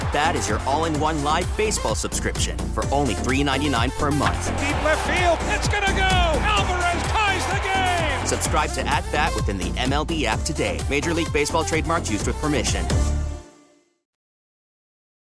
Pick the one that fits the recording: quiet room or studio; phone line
phone line